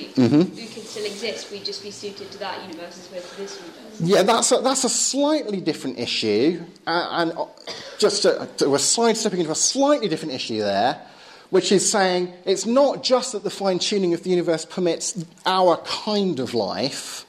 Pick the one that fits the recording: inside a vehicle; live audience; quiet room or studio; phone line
live audience